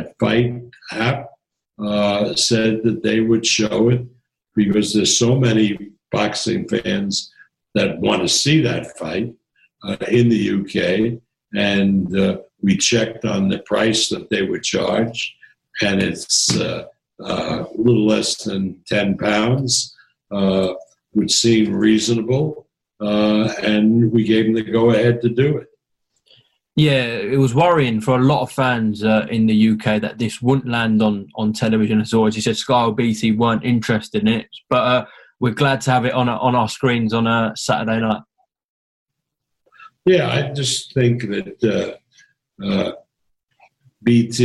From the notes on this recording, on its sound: Via Zoom